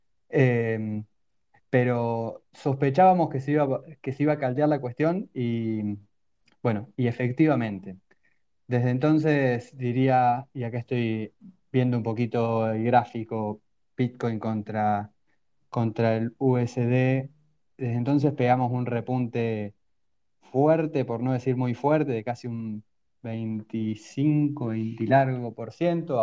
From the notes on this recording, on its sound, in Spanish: El evento fue grabado el 14 de noviembre de 2023, vía Twitter Spaces.